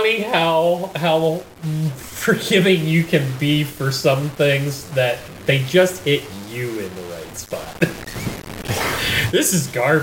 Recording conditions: poor sound quality